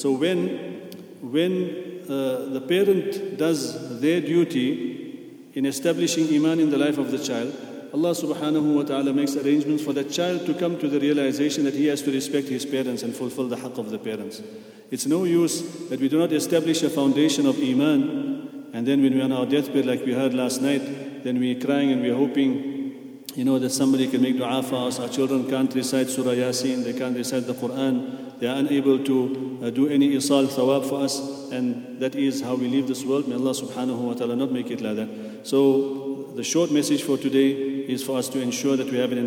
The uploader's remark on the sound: at the Houghton Masjid (West Street)